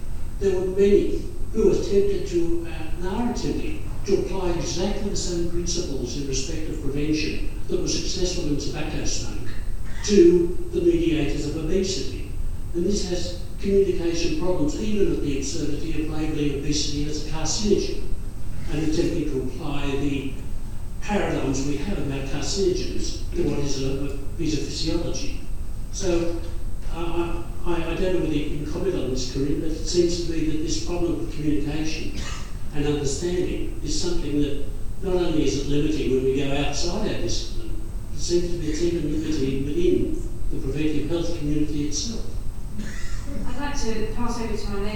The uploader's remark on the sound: The keynote lecture in the Food Governance Conference hosted by Sydney Law School and the Charles Perkins Centre at the University of Sydney